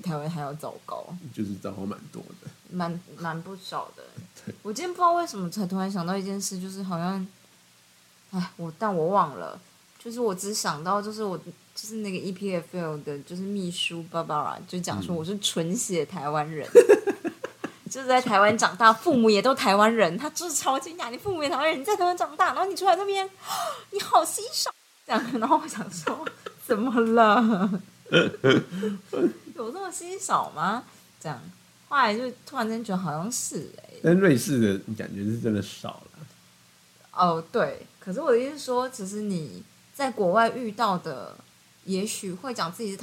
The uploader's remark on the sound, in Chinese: 我覺得收音忽弱忽小很困擾!